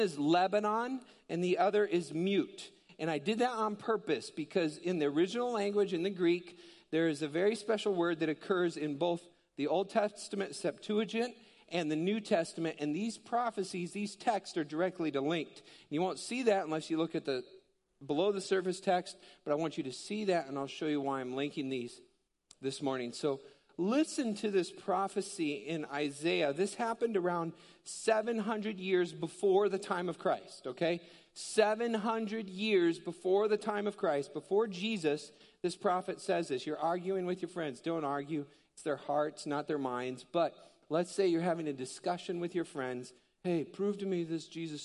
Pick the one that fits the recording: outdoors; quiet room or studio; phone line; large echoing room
large echoing room